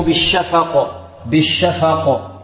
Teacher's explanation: الآن القلقلة عندما وقفنا على القاف سكنت القاف · Term: قلقلة كبرى